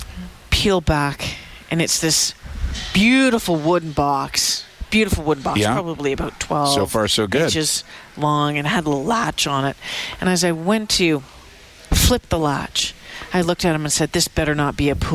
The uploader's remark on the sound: broadcast live from Santas Anonymous depot